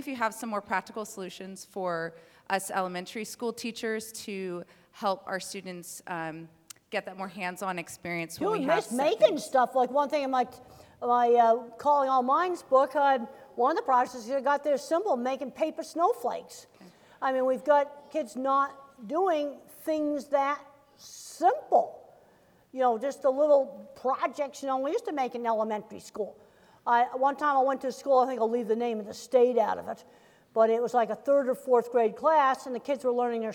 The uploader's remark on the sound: As part of the University of Washington Graduate School lecture series Equity and Difference: Rights.